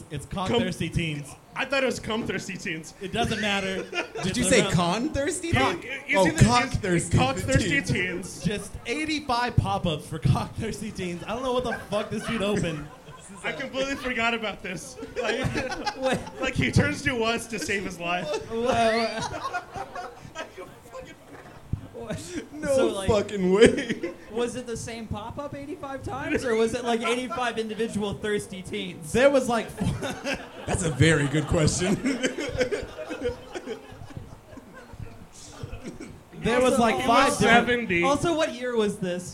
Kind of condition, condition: setting, busy venue